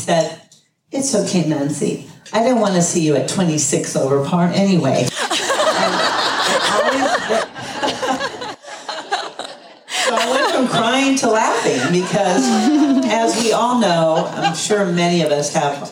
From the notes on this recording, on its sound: A special live show recorded during Women’s Day at The 2022 Sanford International Golf Tournament! There isn’t a dry eye in the room. The entire room agrees. Please note the audio quality of this episode reflects the uniqueness of recording a live show outside of our usual studio.